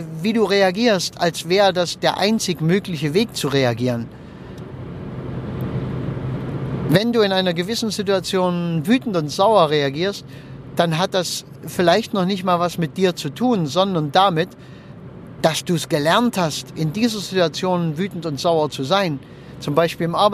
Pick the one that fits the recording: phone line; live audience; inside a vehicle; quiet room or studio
inside a vehicle